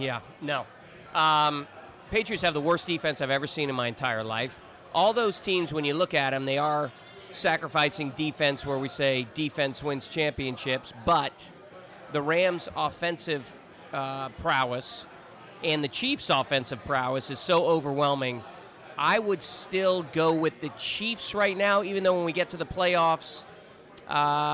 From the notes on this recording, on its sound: RECORDED LIVE at DC PRIME STEAKS in Ashburn VA.